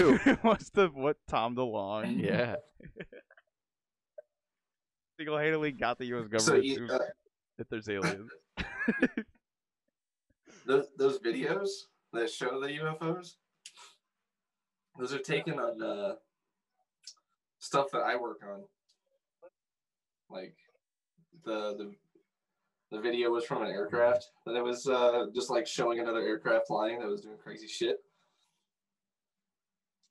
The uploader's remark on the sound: Through a intercontinental internet connection.